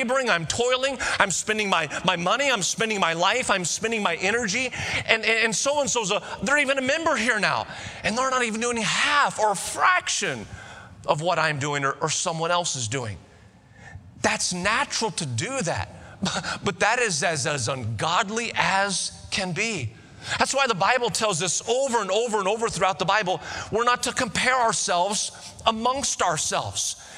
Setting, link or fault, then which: setting, large echoing room